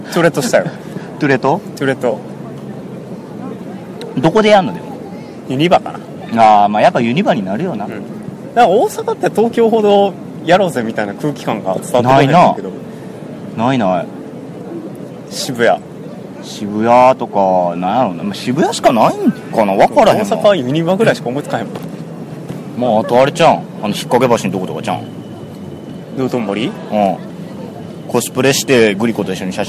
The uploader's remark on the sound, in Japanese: てんしばからハロウィン前夜祭をお送りしております。野外録音のため雑音が気になっておりますが。